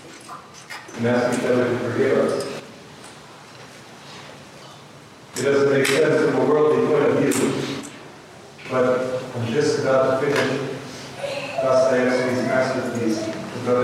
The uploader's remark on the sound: please excuse the poor audio quality.